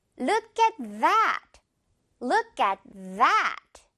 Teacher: 여기서 이 that 부분 th 제대로 진동까지 넣어줘야 됩니다